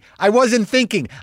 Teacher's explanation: The stress is on I.